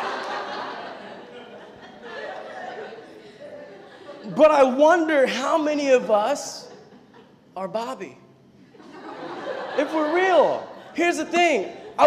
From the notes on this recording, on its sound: preached this message on July 9th at our Union Square community.